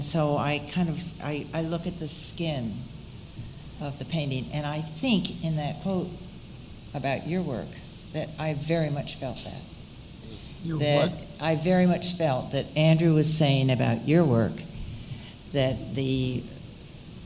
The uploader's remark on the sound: From the evening lecture series at the New York Studio School, a panel discussion